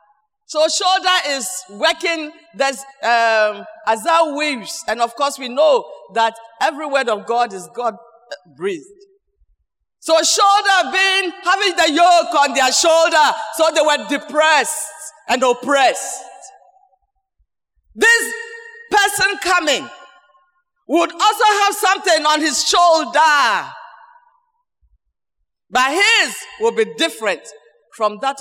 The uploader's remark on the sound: Sermon preached at CBC Shiashie Campus